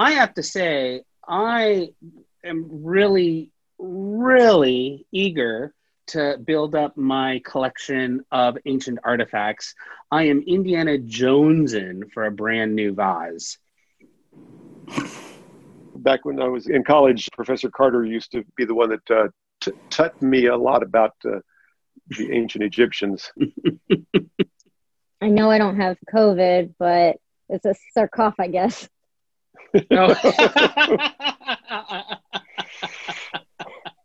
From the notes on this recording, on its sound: Our First Full Panel Zoom Episode!